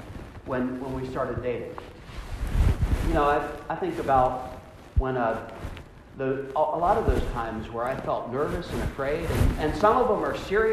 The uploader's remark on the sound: Augsburg, Union Homecoming. The audio is terrible because of pocket noise despite the microphone, I apologize!